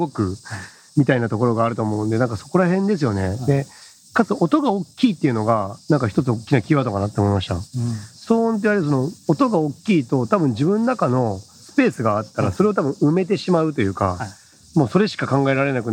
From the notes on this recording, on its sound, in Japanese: 最高で最悪の収録環境？屋外収録編。ものすごいノイズの中での収録回。工事の音や、黒板を引っ掻く音。